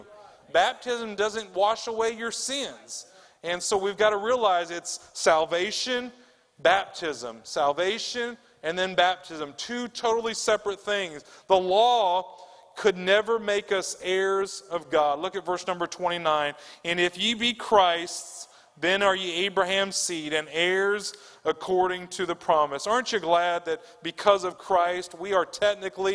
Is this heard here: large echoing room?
yes